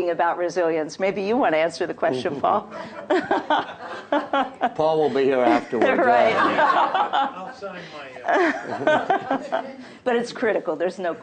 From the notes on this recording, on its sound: Was recorded live at the Institute's Alma and Joseph Gildenhorn Book Series.